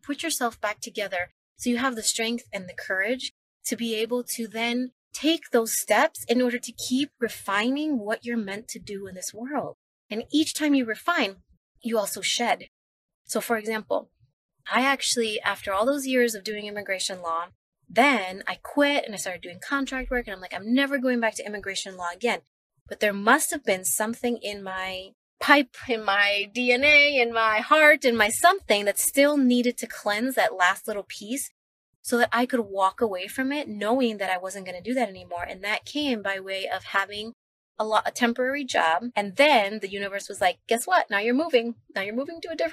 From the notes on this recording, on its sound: I am sitting in my car